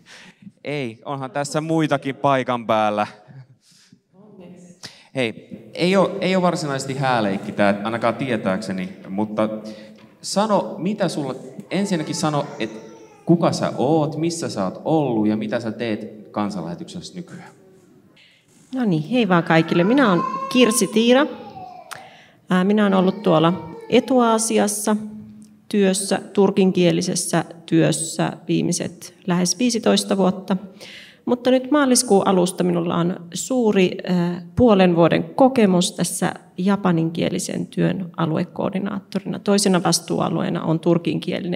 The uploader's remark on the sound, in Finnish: Missioforum -tapahtumassa Kansanlähetysopistolla Ryttylässä 2.9.2023 yleisön edessä äänitetty jakso.